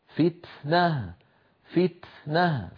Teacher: فإذا بعد شدة التاء همس